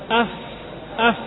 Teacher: Ujung gigi seri atas ditempelkan dengan batnus syafah.